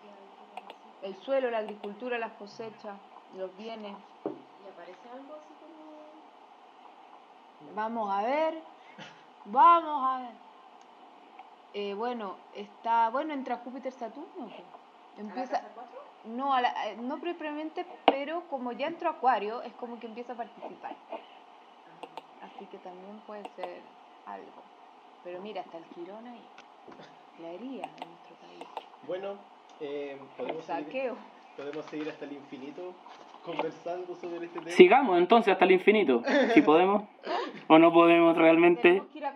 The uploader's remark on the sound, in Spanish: Por culpa de mercurio retrógrado, tuvimos problemas con la grabación, así que idealmente escuchen el programa con audífonos.